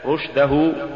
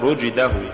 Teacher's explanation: لولا رخاوة الشين وهمسها لصارت جيما · Shown in: first take